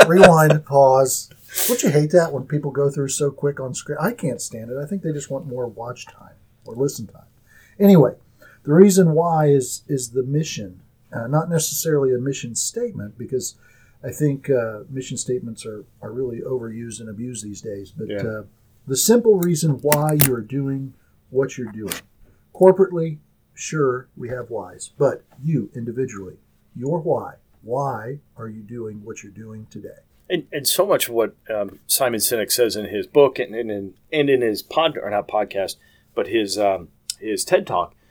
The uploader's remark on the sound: once again forgetting to use the good microphone